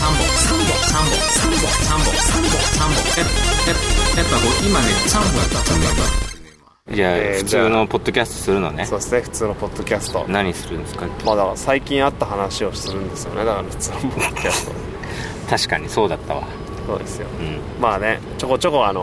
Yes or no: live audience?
no